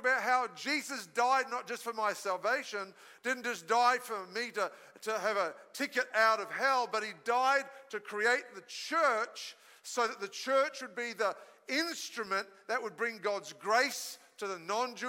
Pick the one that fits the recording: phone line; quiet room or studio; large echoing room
large echoing room